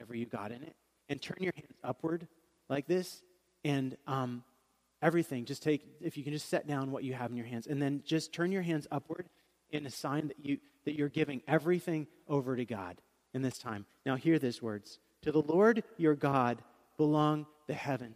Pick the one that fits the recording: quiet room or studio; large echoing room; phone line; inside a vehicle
large echoing room